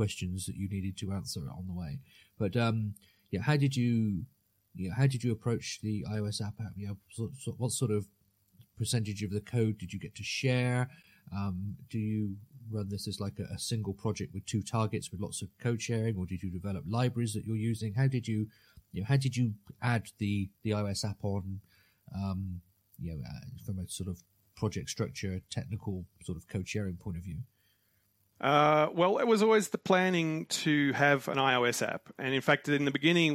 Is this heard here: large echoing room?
no